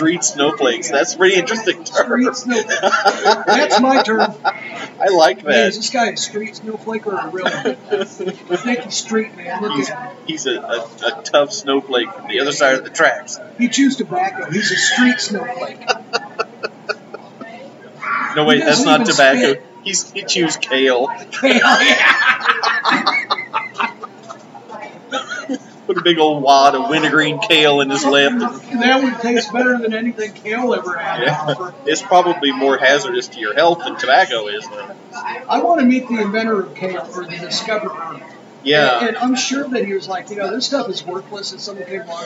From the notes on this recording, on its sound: live from the city market!